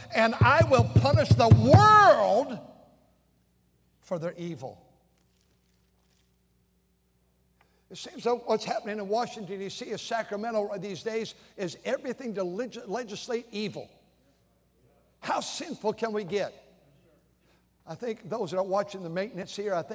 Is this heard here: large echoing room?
yes